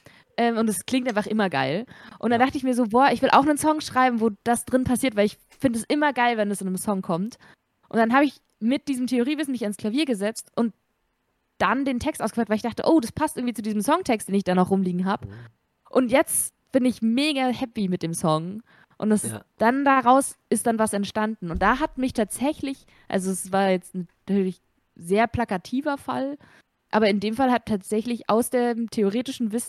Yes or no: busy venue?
no